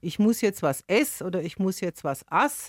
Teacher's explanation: Eine Eigenheit dieses Dialektes, der Infinitiv, also die Grundform eines Verbs, wird nicht komplett ausgesprochen. Das ist so typisch für das Unterostfränkische, dass die Endung weggelassen wird.